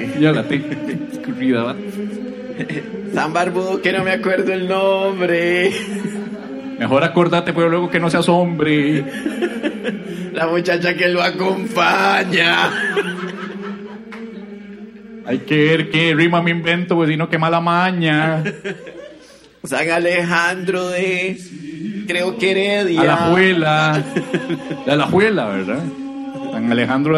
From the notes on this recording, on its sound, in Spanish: Grabado en vivo desde el Teatro Torres.